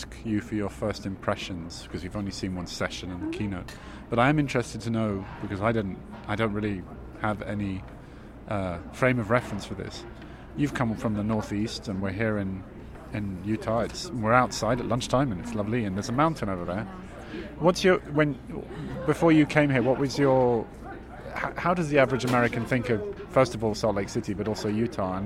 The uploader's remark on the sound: live from day one of NCBDS 33